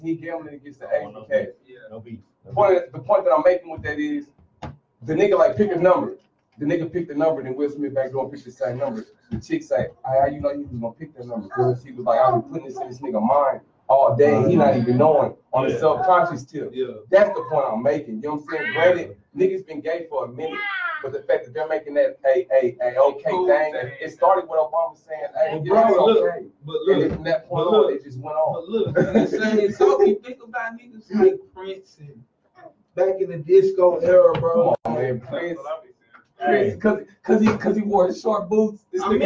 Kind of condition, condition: fault, poor sound quality